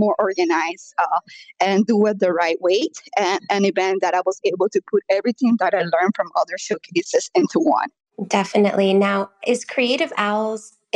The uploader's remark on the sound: broadcast live via a Twitter space